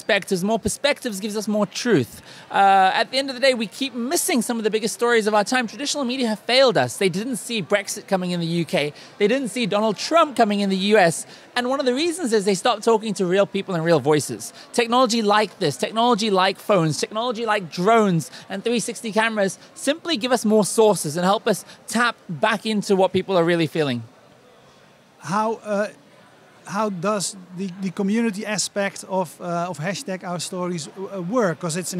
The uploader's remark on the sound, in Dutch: Het interview werd gehouden tijdens de Dutch Media Week als onderdeel van Mobile Movie Days, meer specifiek de MOJO Conference.